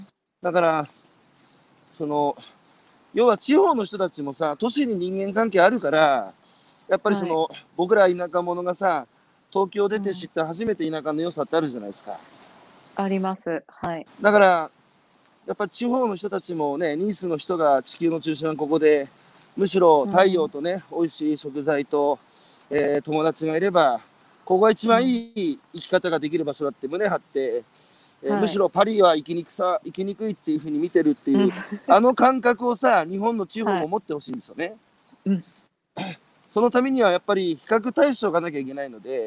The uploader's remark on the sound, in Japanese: 歩きながら1時間、対談する